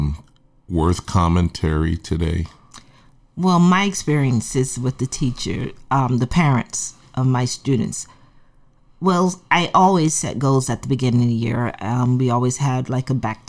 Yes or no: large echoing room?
no